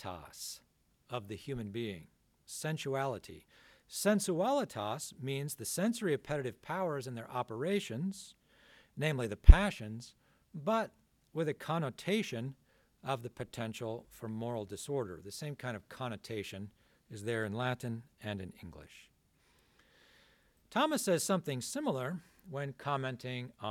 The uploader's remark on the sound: This talk was given on February 18th, 2023 at the Dominican House of Studies in Washington, D.